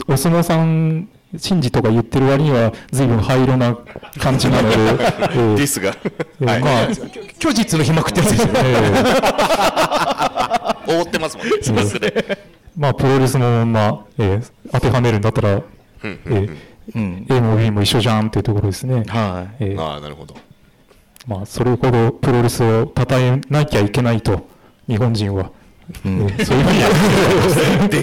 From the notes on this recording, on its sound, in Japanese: カテプロ公開収録が無事開催されました！